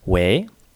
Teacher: The second tone we're going to cover is called the second tone. It starts low and ends high, also called the ascending tone. It sounds a lot like how you would make an inquisitive intonation in English.